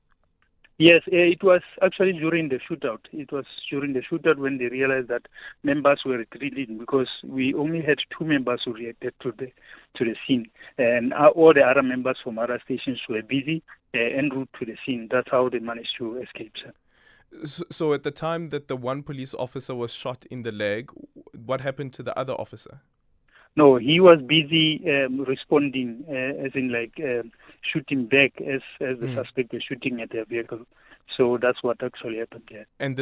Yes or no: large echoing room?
no